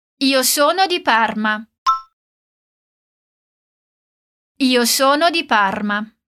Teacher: a pronúncia do R de Parma é como aquele R forte do gaúcho.